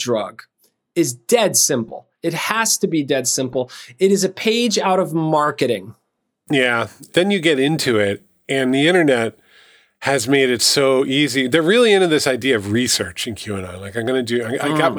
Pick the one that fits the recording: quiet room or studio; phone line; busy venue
quiet room or studio